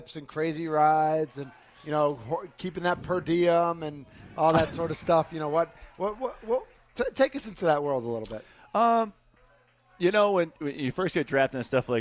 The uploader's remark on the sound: Live from The Ruby Isle Auto Land O' Lakes All-Star Game.